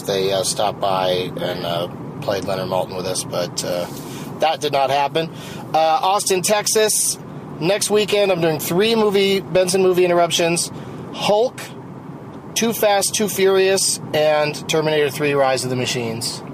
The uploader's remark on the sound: From a rental car in Oklahoma